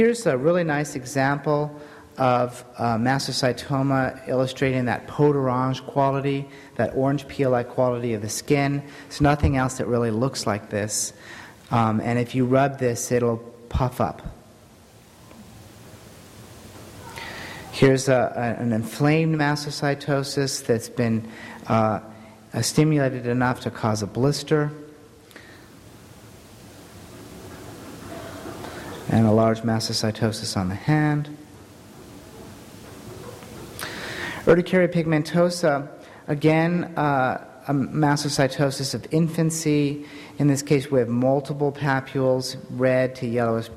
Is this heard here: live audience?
yes